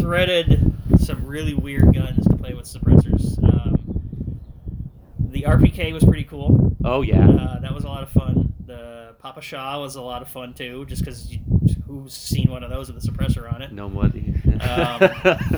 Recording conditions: wind noise